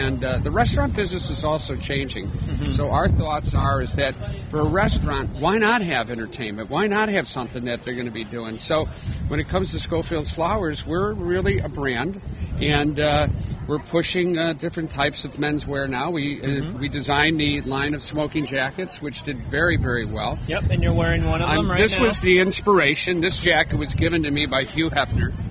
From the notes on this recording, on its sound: on location Lunetta All Day